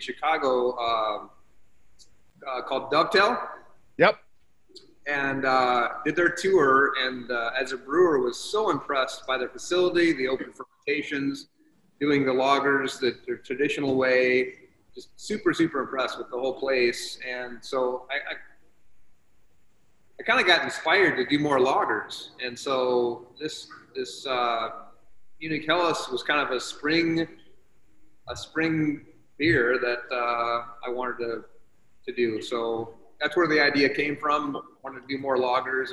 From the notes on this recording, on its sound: on a Zoom call